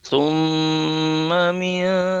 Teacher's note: Misalnya kalimat summa, maka yang ditahan itu adalah sum, itu ditahan selama 2 harokat, nah, atau 3 ketukan. · Term: gunnah